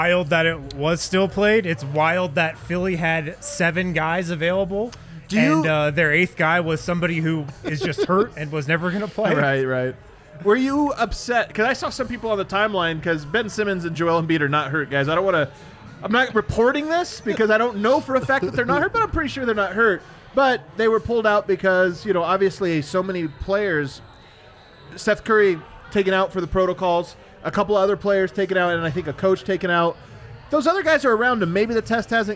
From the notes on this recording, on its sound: Live from the Winner's Lounge.